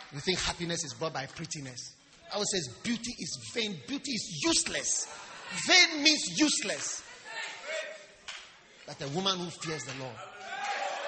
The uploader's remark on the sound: Preached at the Wisdom Impartation Service.